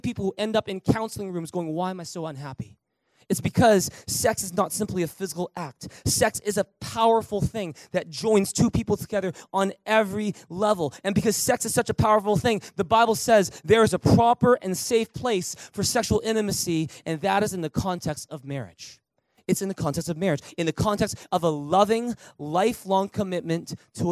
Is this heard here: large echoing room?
yes